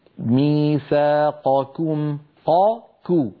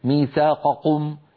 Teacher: أن يلاحظ تفخيم القاف وترقيق الكاف · Shown in: first take · فيقول ميثاقكم قاكو، ولا يقول مثلا ميثاقكم، يعني يأتي بشبه قافين أو بشبه كافين ميثاقكم، لا هكذا ولا هكذا.